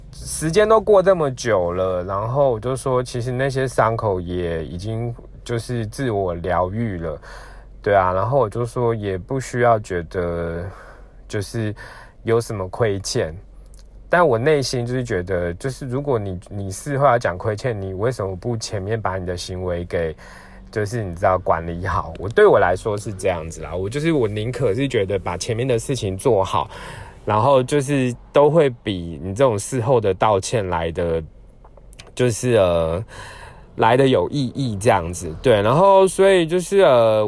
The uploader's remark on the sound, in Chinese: 本次換個空間：開車移動時錄音，有點雜音請見諒～。